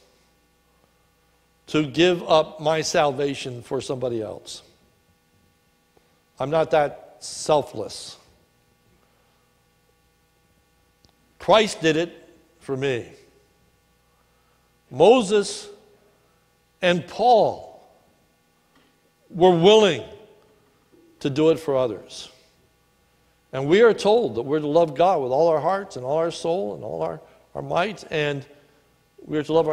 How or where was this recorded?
large echoing room